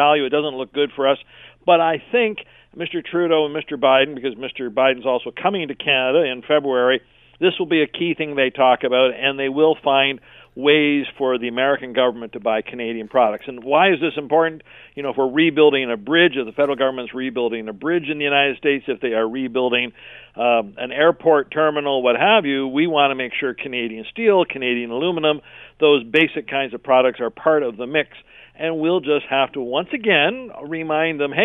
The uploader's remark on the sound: opens the phone lines